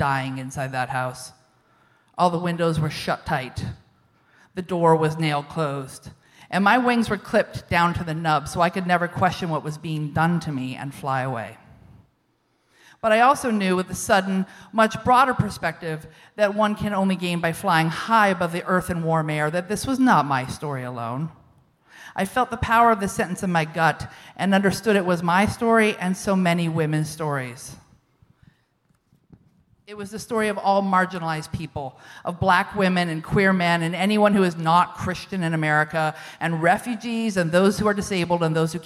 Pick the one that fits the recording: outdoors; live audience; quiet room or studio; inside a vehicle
live audience